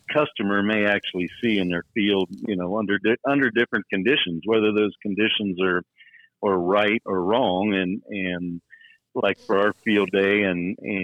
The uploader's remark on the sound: a phone call